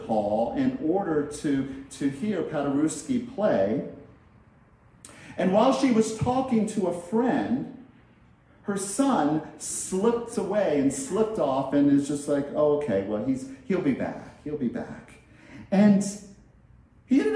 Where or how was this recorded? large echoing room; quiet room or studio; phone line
large echoing room